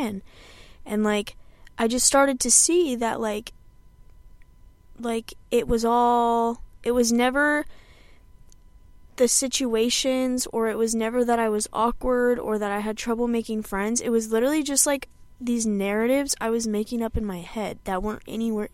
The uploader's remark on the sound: i sit in my car, drink my coffee